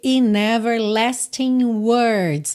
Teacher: Então, talk in ever, claro que você juntou aqui, in everlasting words. Aqui, a gente não pronunciou o G de everlasting. E repara que a junção de everlasting e words ficou com aquele som nha, nha, como NH em português.